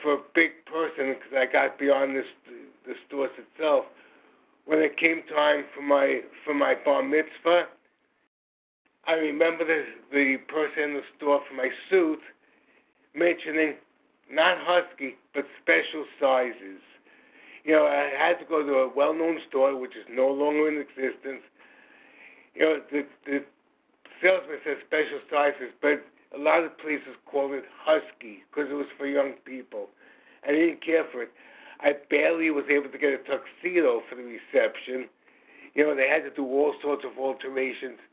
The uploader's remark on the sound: From the 100 Pounders Phone Meeting, 2/14/24. Qualification from the 100 Pounders Phone Meeting.